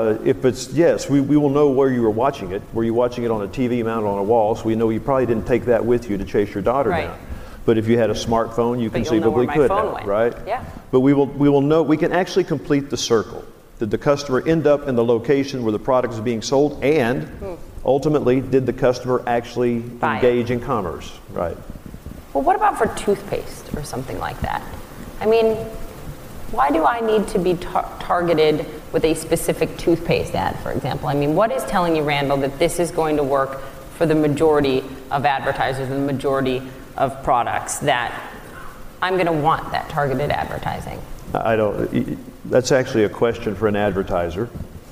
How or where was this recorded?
live audience